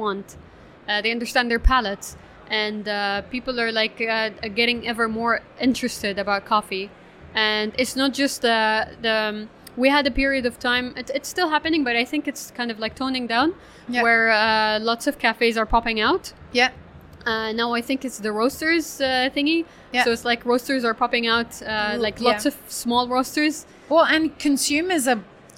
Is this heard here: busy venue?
yes